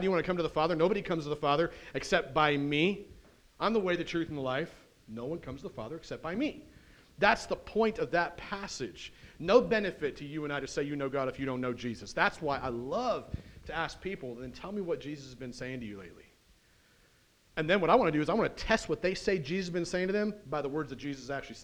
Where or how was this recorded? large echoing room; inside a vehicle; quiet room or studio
large echoing room